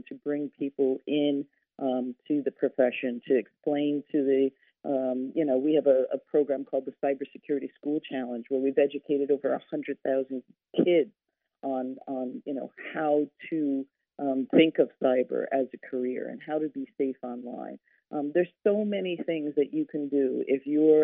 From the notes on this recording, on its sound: joined the podcast via phone